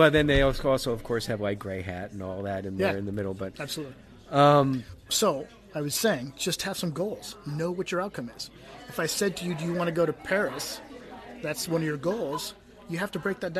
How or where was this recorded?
busy venue